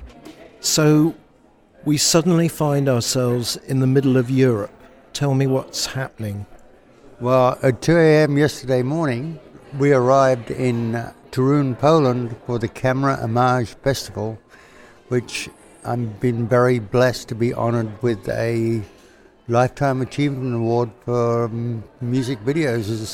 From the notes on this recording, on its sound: Special Episode at Camerimage. At the Horzyca Theatre for a live conversation.